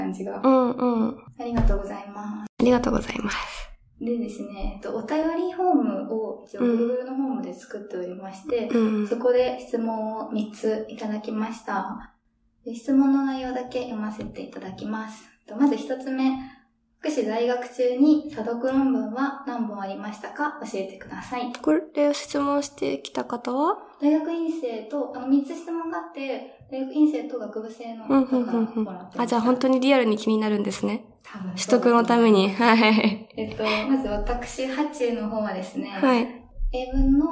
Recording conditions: background noise